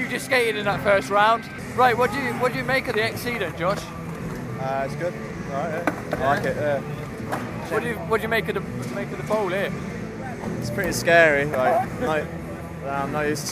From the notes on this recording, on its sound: Audio from the 2011 Vans Concrete Carnival